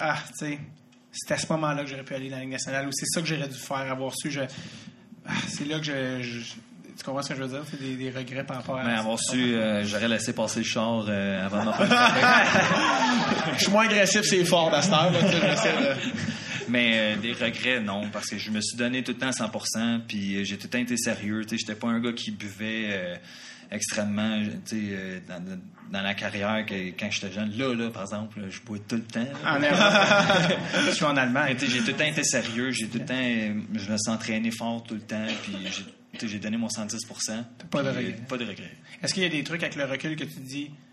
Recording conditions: live audience